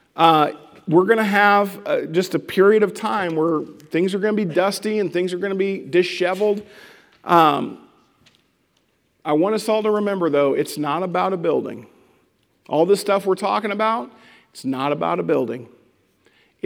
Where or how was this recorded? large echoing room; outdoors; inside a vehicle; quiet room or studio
large echoing room